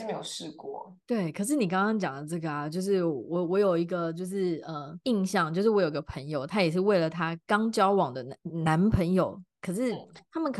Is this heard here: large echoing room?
no